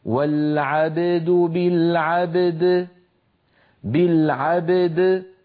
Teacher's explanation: فنقلقل الباء ونقلقل الدال ولا نأتي بإحدى بقلقلة إحدى أحد الحرفين ونهمل الآخر.